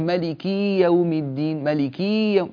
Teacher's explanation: في قراءة أخينا الكريم يعني ملاحظة ما أحببت أن أنبهه إليها في الاتصال، وإنما أنبه إليها الآن لأنها شائعة جدا، وهي يعني الكاف في ملك يوم الدين فيها خطأان، الخطأ الأول هو تسكين الكاف ملك يوم الدين، وهذا غير صحيح. والخطأ الثاني العناية المبالغ فيها بكسرة الكاف حتى صارت ملكي يوم الدين